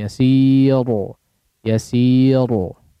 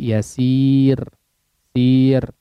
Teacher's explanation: Yasir ya, tipis, ro-nya dibaca tipis ya · Shown in: second take